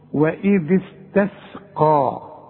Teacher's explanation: الكلمة دي كلها فيها القاف فقط مفخمة، حولت لي السين إلى صاد، وحولت لي الته إلى طه، وحولت لي السين الثانية إلى صاد.